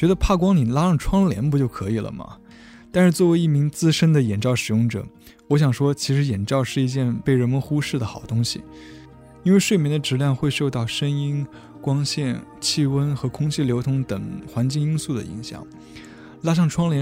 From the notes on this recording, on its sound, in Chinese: 用手机录制的凌晨4、5点时田里的声音